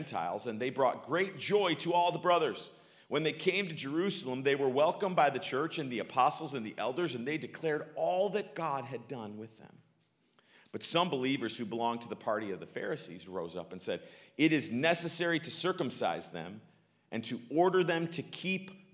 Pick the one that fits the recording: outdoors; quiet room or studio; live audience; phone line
live audience